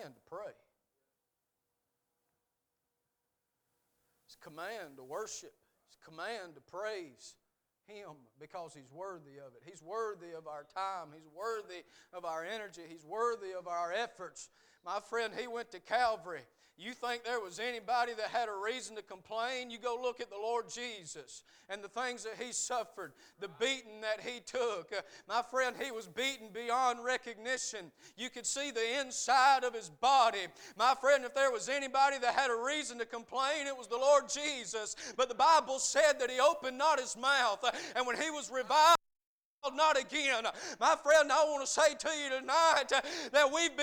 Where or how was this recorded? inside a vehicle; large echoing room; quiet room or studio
large echoing room